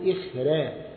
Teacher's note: فهنا حيرقق الراء لأنها الراء قبلها ساكن وقبل الساكن مكسور